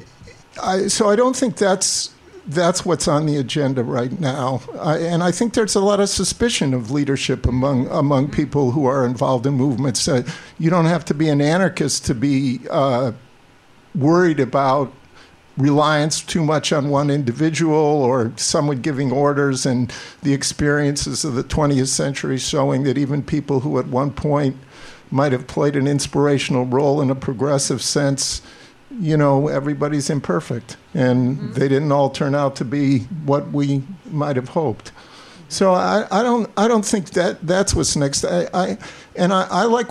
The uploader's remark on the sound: In the second live episode of The Bitchuation Room